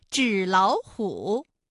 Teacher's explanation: 音节、第二个音节都变成三五，就是二声，哎，也就成了本来是三个三声吧，214加214加214，那演变成了前两个音节是二声，也就是三五，三五加三五，最后一个字是214。那类似的词还有像手写体、洗脸水。是不是前两个字都是二声，第三个字是三声呢？哎，这是第一种情况。我们再来看第二种情况，纸老虎，我们也是要把语义划分一下成纸和老虎。那么这种情况下音变的情况就应该是第一个音节变成二幺，第二个音节变成三五